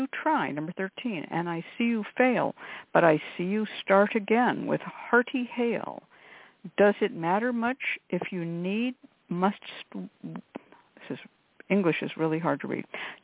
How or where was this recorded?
phone line